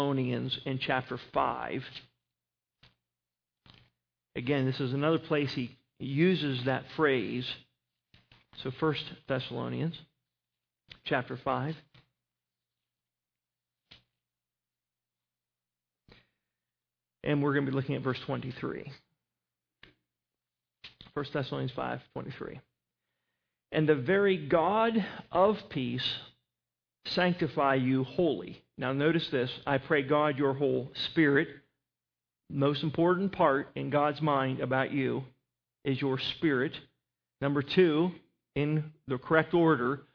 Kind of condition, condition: setting, large echoing room